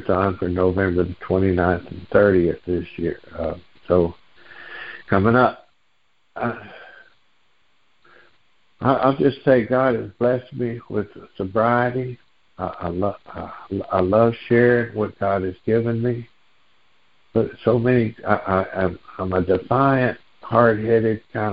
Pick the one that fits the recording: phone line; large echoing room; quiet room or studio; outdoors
phone line